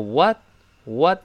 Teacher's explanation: What did you tellhim？这个 what， what 注意美式发音，口型还是略大一些，不是 what，而是 what，what。读快之后，后面那个 t 失去爆破了。因为这个爆破音，碰见别的辅音了